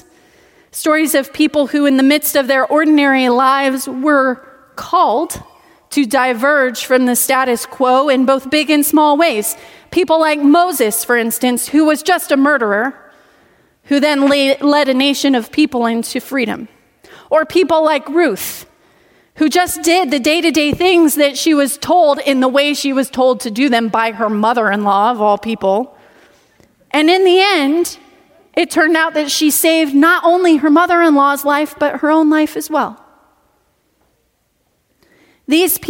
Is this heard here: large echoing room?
yes